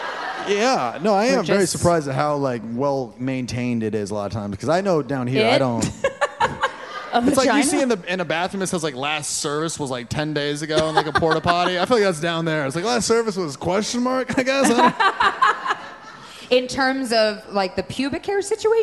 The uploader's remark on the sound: LIVE FROM MOONTOWER COMEDY FESTIVAL! The duo lends advice to members of the audience.